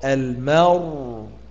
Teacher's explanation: الوقف بالنقل على السكون المحض مع تفخيم الراء